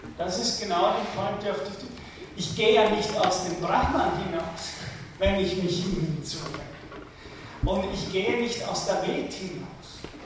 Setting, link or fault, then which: setting, large echoing room